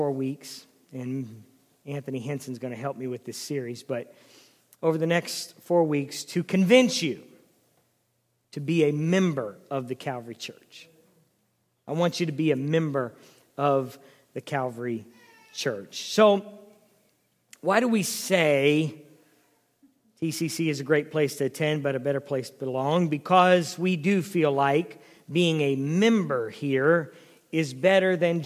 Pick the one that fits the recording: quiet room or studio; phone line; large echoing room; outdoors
large echoing room